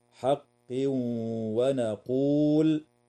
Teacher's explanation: ويدغم التنوين في الواو مع الغنة في قوله تعالى: حق ونقول.